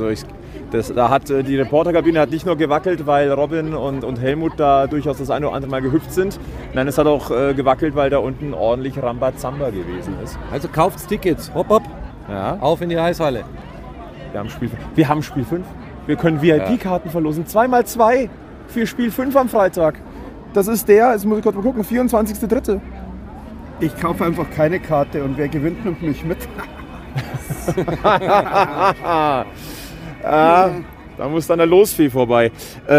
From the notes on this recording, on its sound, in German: Live-Reportage von Viertelfinal-Spiel 3 zwischen München und Bremerhaven. Gehen wir in Viertelfinal-Spiel 3, im Rahmen dessen diese Folge entstanden ist.